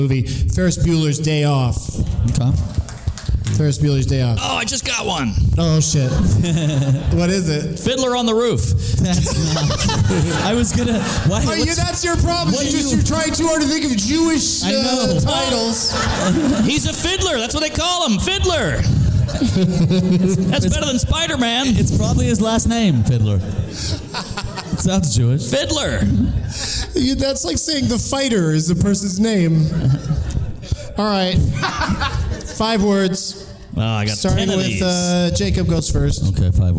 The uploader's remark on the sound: Live from the LOL Comedy Club in San Antonio